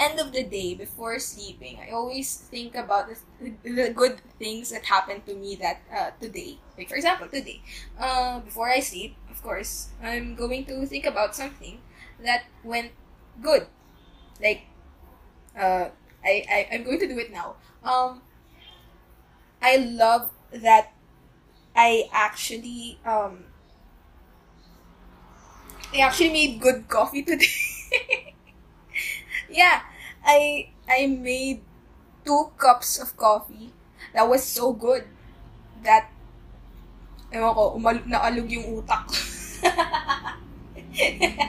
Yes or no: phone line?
no